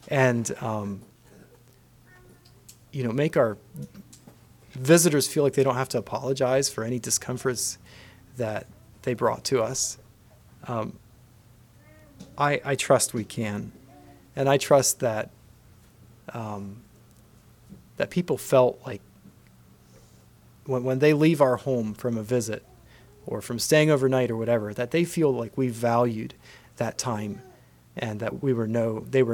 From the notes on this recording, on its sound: Message preached at Word Of Hope on July 23, 2023.